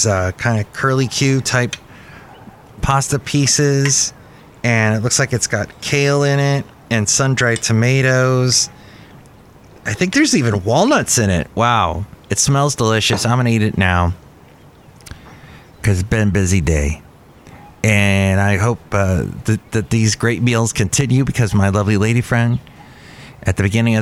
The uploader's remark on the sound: podcasts live from Cafe Anyway